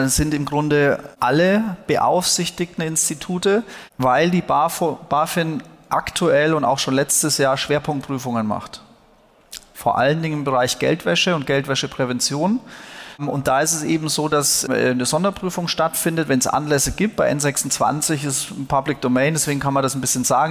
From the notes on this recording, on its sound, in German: diese Diskussion, die ursprünglich auf dem Fintech Triple Festival stattfand